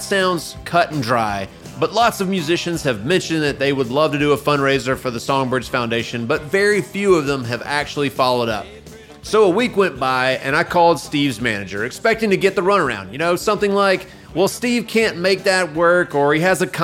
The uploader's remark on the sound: Performs a solo acoustic show to fundraise for the Songbirds Foundation's Guitars for Kids program on this episode of "The Songbirds Radio Hour"—recorded at the Songbirds Guitar and Pop Culture Museum in downtown Chattanooga.